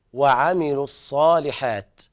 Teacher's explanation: واللام هنا لام شمسية حكمها الإدغام، والصاد مشددة، دل ذلك على كمال إدغام اللام في الصاد، فاللام تحول إلى صاد ثم تدغم الصاد في الصاد · Term: اللام الشمسية